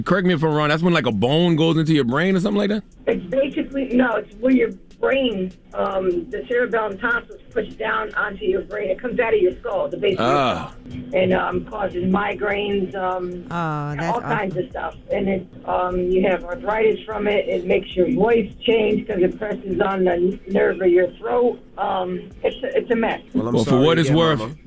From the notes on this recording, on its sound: Today on the show we opened up the phones lines for a new versuz battle. Next they opened up the phone lines for our virgin listeners to call up.